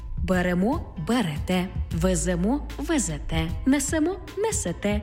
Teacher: У дієсловах на – емо, імо, ете, іте наголошуємо останній склад.